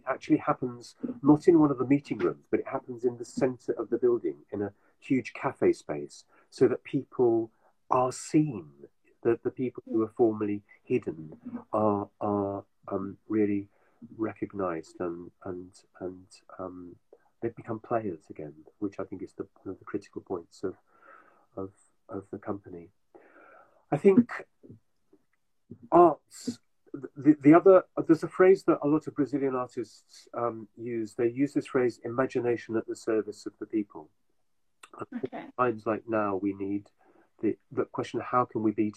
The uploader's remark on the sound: live on Instagram